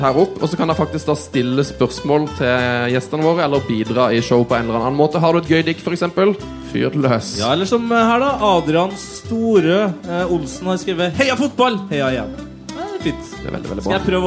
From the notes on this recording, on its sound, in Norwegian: live EM-finaleshow fra en herlig pub i Trondheim